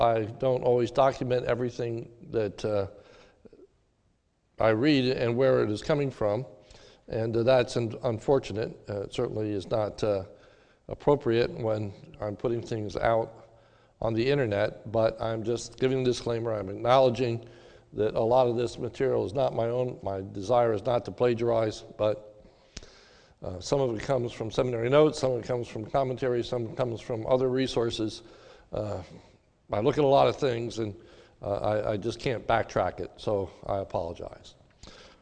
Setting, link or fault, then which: setting, large echoing room